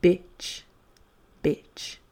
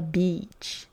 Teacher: Le i long va ressembler beaucoup plus à mon i français, beach, alors que mon i court, bitch, va se situer pile poil entre le i et le e · Shown in: first take · C'est pas tout à fait un i, c'est pas tout à fait un e, c'est pile en plein milieu.